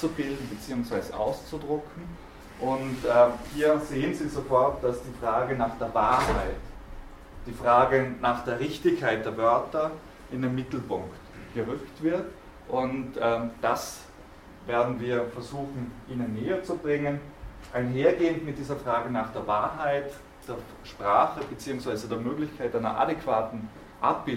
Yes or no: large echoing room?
yes